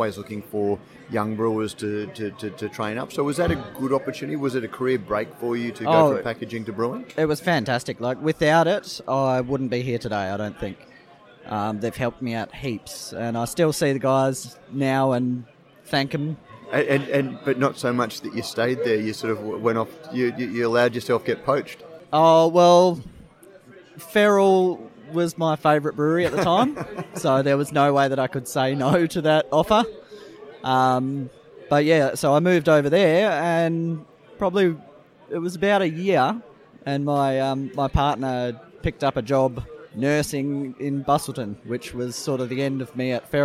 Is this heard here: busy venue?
yes